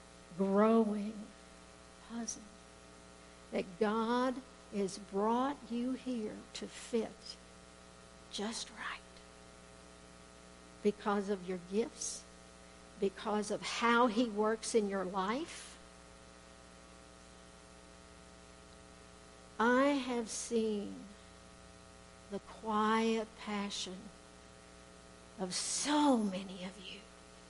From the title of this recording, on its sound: Woodland Life Church Live